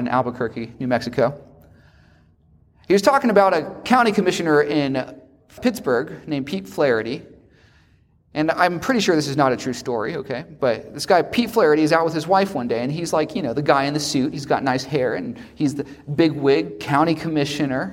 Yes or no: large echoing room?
yes